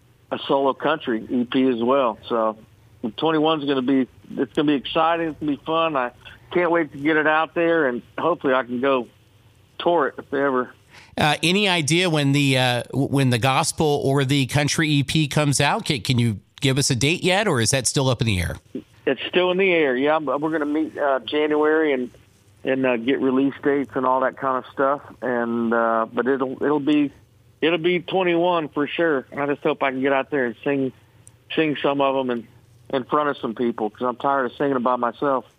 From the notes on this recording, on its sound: called into the show this morning